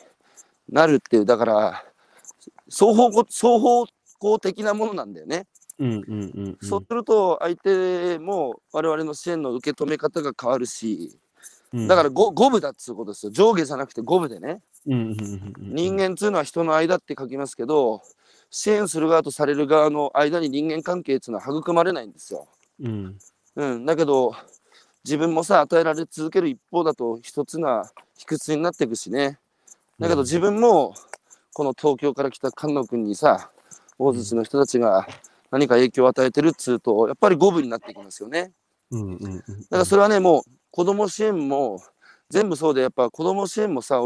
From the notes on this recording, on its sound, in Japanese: 歩きながら1時間、対談する